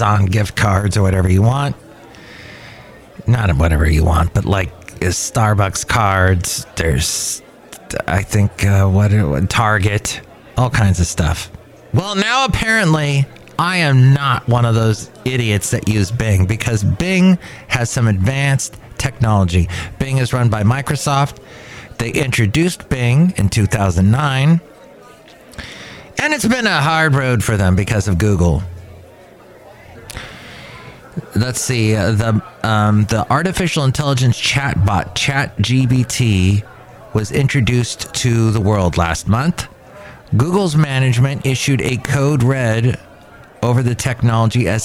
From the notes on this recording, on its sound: podcasts live from Cafe Anyway